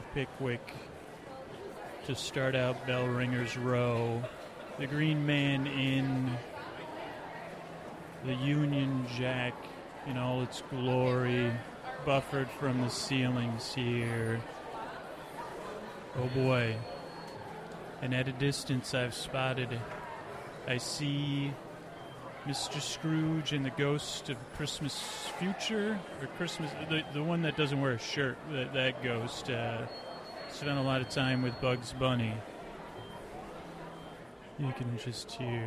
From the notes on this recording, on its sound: Shirtless Holiday Ghosts (more background audio) | Live at the Dickens Fair.